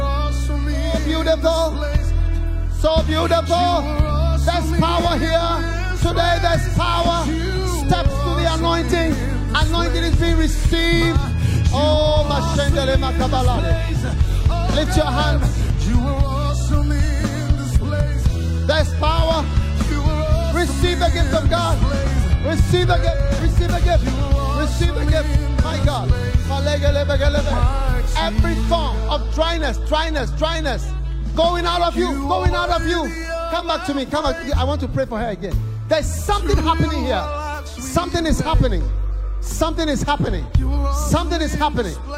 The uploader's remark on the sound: Preached at the Day 2 of the Revival Today International Camp Meeting in Pittsburgh, Pennsylvania-USA